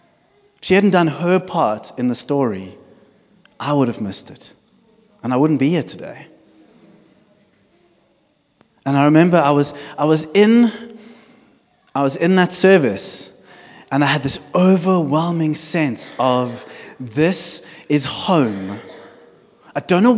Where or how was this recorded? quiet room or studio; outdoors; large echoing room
large echoing room